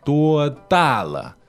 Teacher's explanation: So that's first, fourth, neutral.